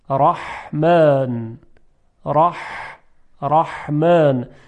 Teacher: میبینیم که اولا یک گرفتگی در صدا هست، ثانیا صدا شدیدتره چون فشار هوا بیشتر هست · Term: هی جیمی